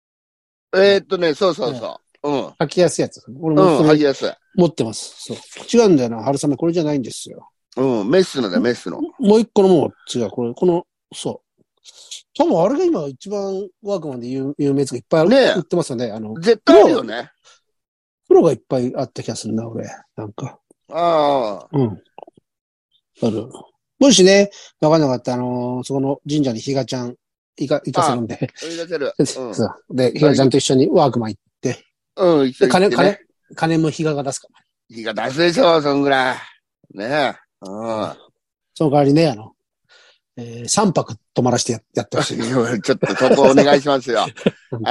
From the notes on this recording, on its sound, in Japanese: ZOOMで収録